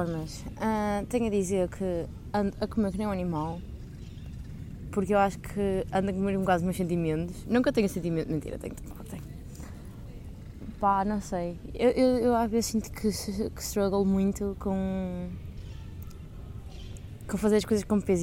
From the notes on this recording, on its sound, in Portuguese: Peço perdão pelo barulho de fundo